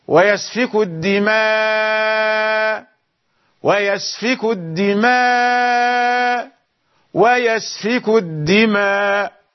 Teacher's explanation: عندما يقرأ حمزة لا ينطق الهمزة · Term: الإبدال